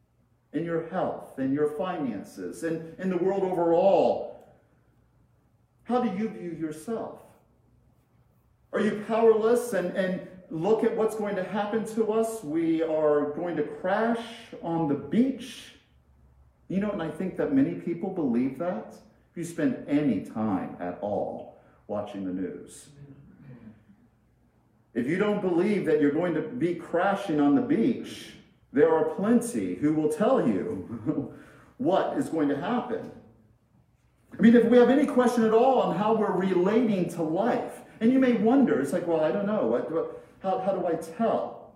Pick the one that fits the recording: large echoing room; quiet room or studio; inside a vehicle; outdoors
large echoing room